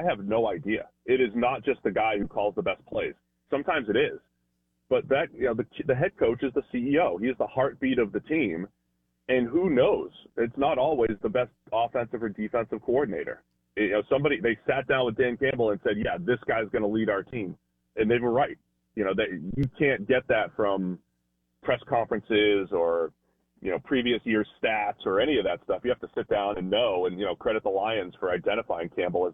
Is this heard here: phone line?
yes